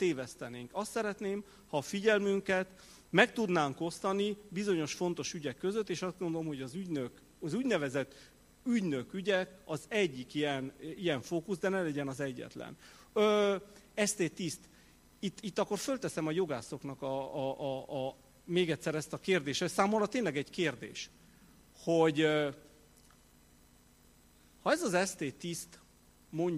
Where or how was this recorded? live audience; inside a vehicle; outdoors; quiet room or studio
live audience